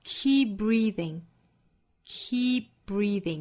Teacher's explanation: Keep 尾部的 p 的发音后面遇到了爆破音 b，前面的发音呢做失去爆破。Keep breathing. Keep 和 breathing 这两个词的元音都是相同的，都是发紧音的 e 的发音，注意口型不变化